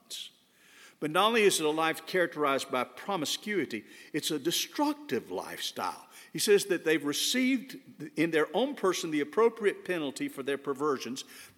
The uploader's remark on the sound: This sermon was delivered on July 3, 2022 at First Baptist Church Hendersonville, NC.